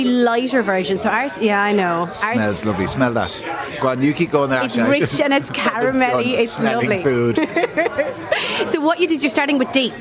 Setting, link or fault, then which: setting, busy venue